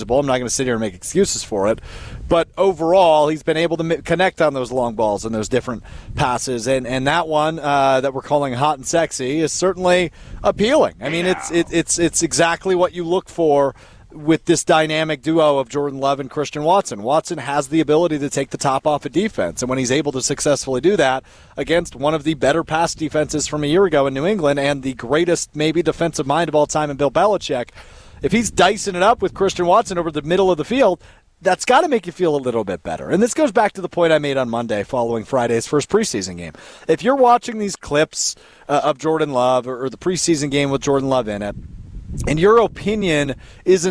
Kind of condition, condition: setting, outdoors